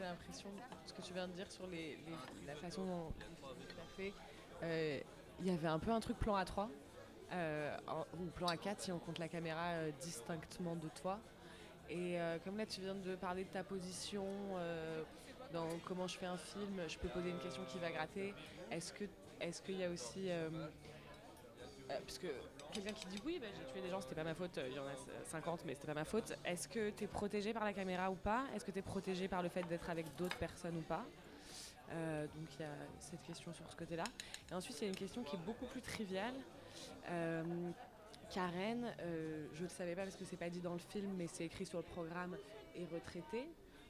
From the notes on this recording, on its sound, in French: au cinéma Nova le 14 Novembre 2016 durant le festival Pink Screens